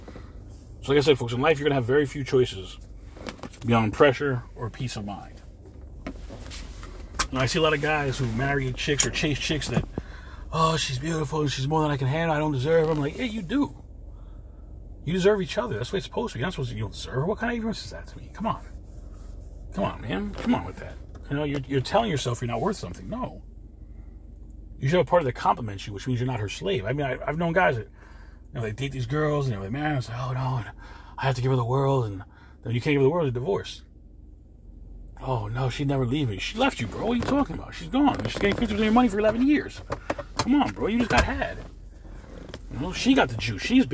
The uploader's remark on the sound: In this CarCast